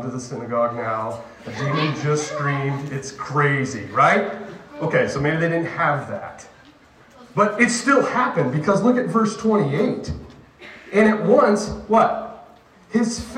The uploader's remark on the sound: This sermon was preached to a Junior High audience